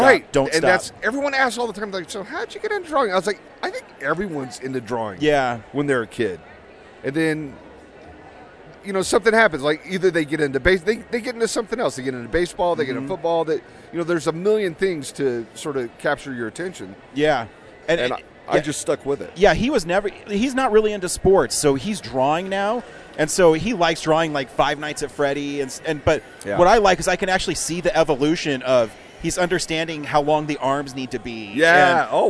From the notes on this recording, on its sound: at Denver FanExpo 2022